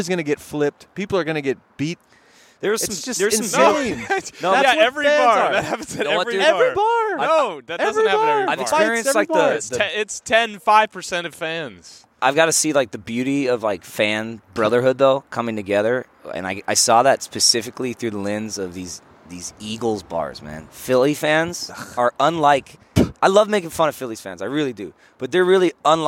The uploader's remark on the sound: Live from another Greenfields bench